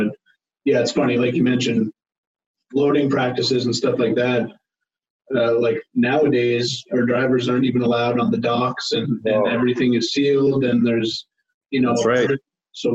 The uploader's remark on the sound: via Zoom for a conversation